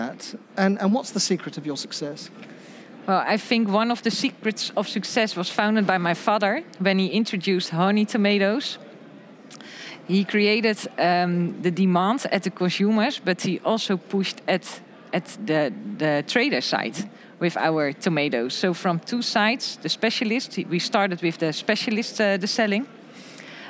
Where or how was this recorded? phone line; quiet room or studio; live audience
live audience